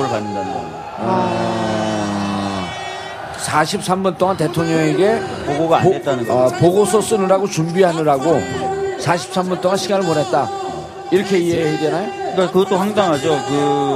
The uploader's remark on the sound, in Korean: 광화문 공개방송